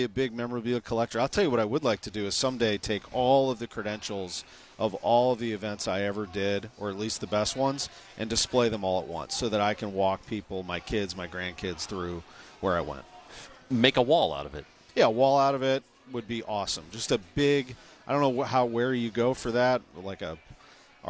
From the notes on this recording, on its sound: In our second hour from Cardinals Winter Warmup